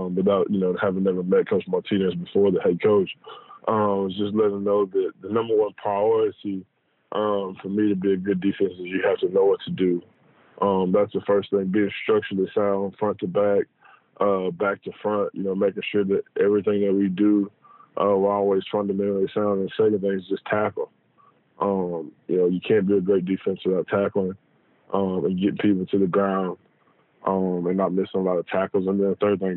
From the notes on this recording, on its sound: Joined on the Modern Woodmen phone line (37:05).